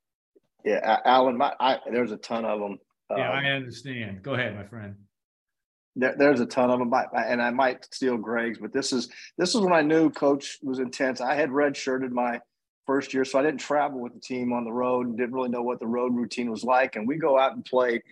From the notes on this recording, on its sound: this Zoom cast on April 24, 2023